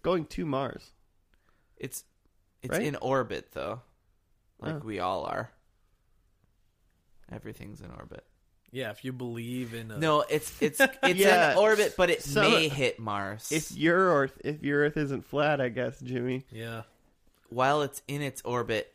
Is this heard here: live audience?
no